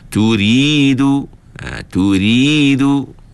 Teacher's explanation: Huruf ra itu ra yang dibaca dengan nipis.